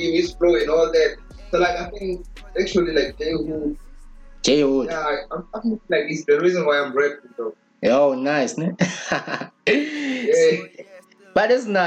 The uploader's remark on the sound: Our First VideoCall. (KZN-Limpopo).